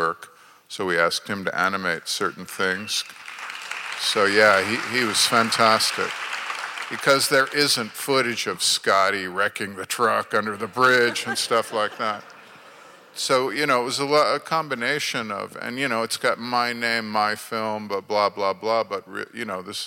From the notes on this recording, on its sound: In front of an audience.